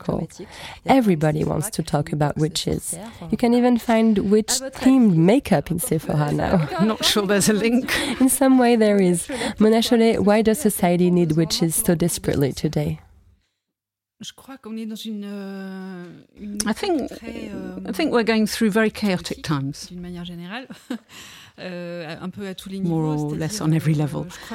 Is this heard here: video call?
no